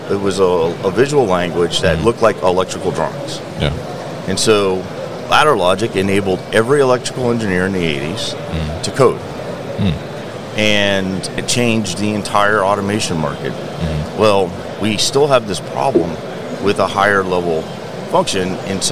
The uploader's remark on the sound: SVT Robotics at MODEX 2022